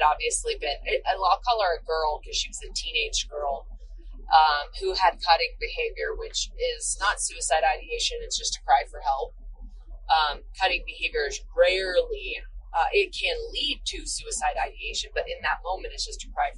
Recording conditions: inside a vehicle